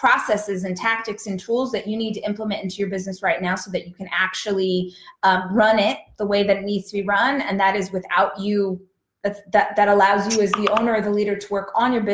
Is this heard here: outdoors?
no